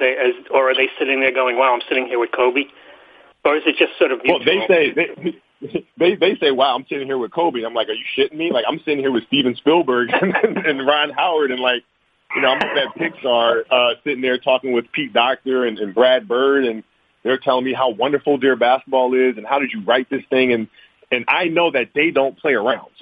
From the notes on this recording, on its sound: Media Conference Call